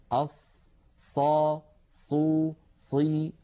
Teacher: عدم استعمال الشفتين عند النطق بالصاد، وهو لحن طارئ على التلاوة.